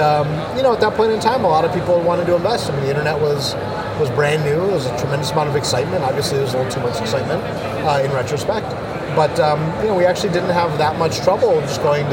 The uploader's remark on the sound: at a tech conference in Barcelona, Spain